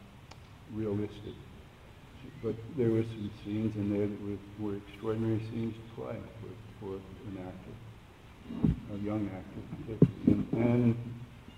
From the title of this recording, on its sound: Panel From Comic Con